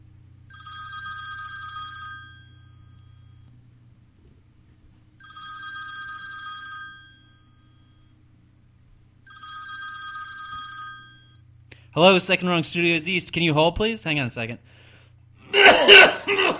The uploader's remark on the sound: a surprise call